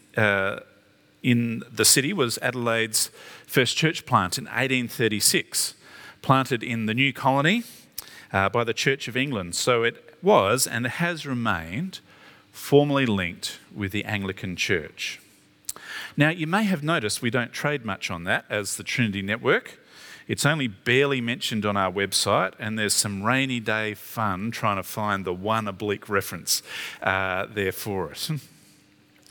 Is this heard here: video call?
no